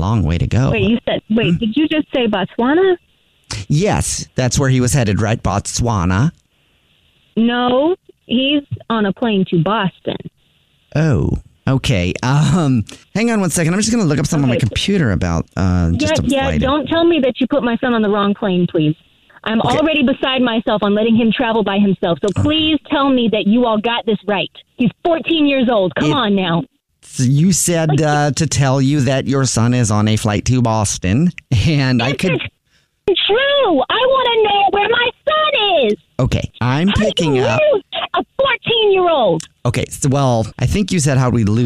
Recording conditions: phone line